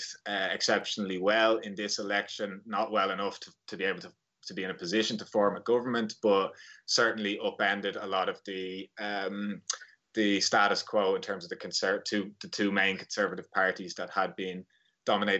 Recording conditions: video call